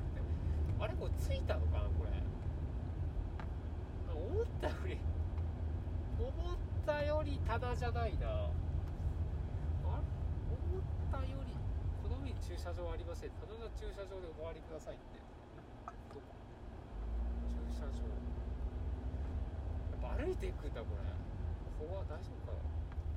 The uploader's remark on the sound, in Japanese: 新潟ドライブ中に配信。新潟ドライブ中に暇だったので録音しました。